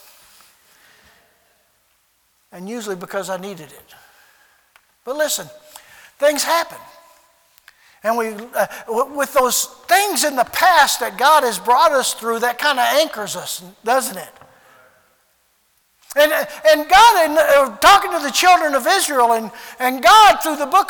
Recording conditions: large echoing room